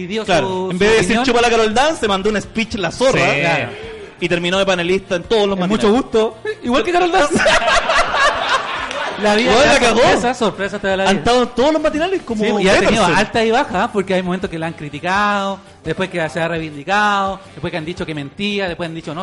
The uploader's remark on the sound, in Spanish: En vivo desde Comedy Restobar. Fue la oportunidad perfecta para hacer una versión en vivo del programa, con público, juntitos, abrazados, dándonos cariño y riéndonos en medio de un país en caos.